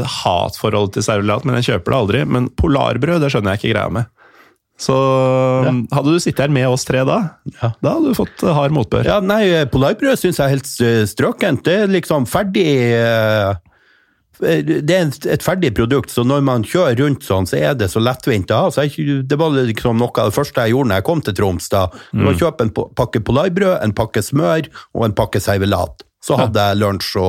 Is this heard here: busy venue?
no